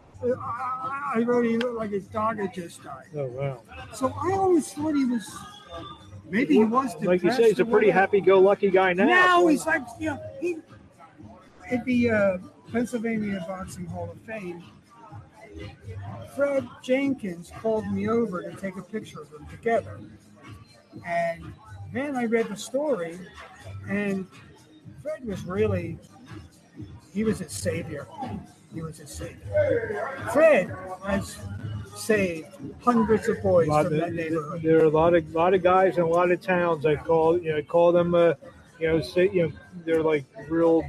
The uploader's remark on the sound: LIVE FROM ATLANTIC CITY BOXING HALL OF FAME